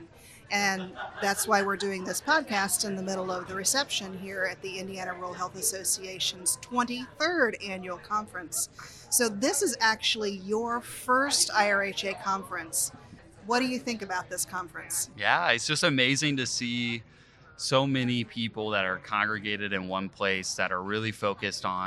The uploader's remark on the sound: This week's episode is a little noisy, because we had an event! Interviews a wide variety of people from the IRHA Annual Conference this year in French Lick,. The conference took place for three days.